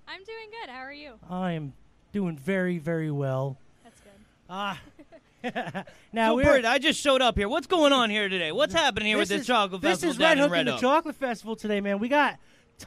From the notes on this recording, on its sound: live from Red Hook And The Chocolate Festival